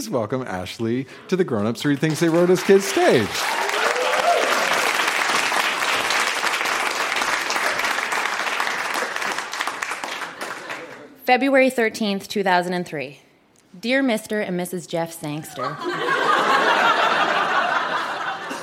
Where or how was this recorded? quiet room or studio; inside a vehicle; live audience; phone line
live audience